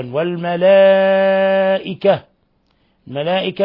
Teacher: الملائكة مد متصل، اتصال حرف المد، اتصال الهمزة بحرف المد في نفس الكلمة، يمد أيضا من 4 إلى 5 حركات